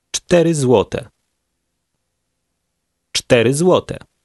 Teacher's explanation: Number 4 begins with a fast ch t sound. Try it. Cztery złote.